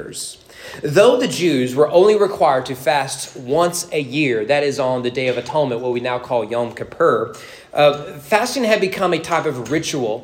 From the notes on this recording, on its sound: Sermon preached at East Frankfort Baptist Church on February 18, 2024 during morning worship.